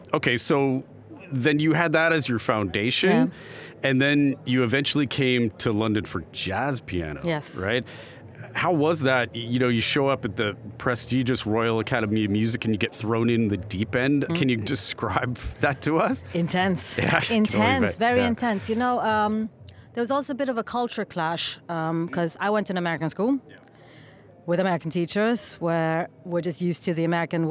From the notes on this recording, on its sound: London Podcast Show. This episode was recorded at the Shure booth of the very loud trade show with the SM7B microphone.